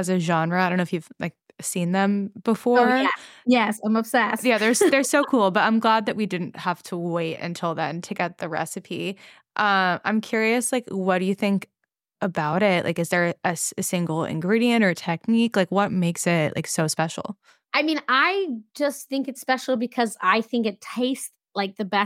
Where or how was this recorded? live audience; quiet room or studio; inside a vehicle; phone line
quiet room or studio